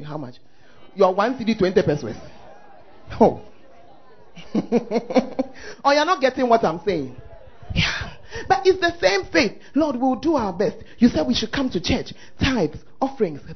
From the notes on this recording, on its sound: Preached At The First Love Center, Ayeduase